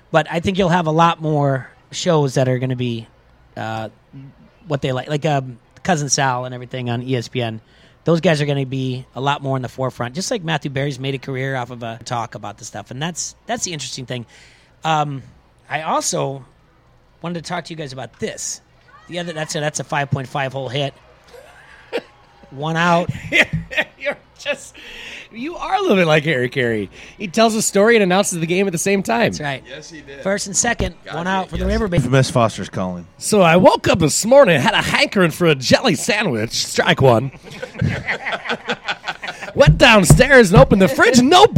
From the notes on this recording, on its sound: LIVE from Modern Woodman Park!!! It's a day game and the Bandits host the Timber Rattlers.